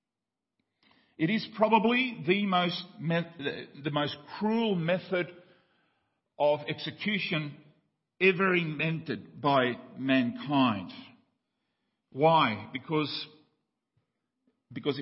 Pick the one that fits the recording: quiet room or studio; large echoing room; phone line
large echoing room